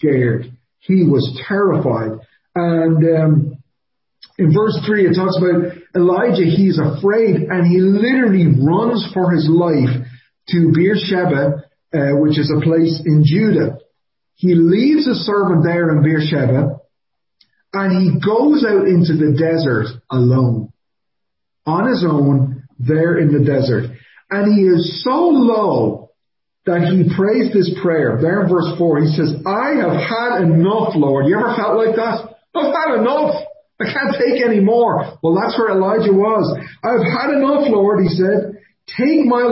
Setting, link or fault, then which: setting, large echoing room